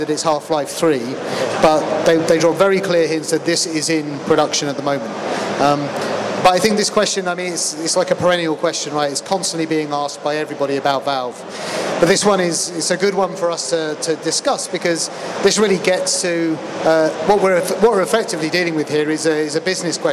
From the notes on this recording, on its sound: Recorded live from the show floor of EGX 2019.